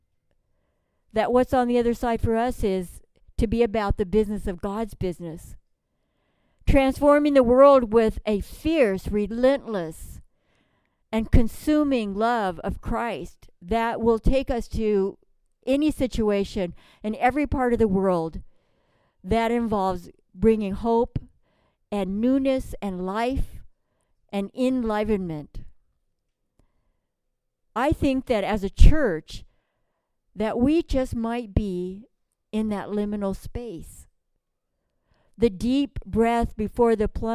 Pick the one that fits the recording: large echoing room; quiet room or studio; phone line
large echoing room